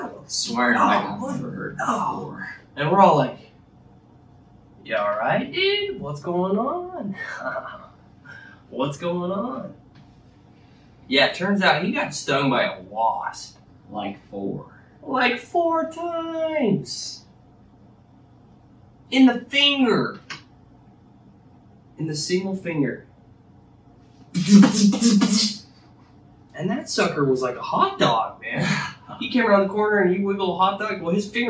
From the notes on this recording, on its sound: sorry about the audio working with iPhone audio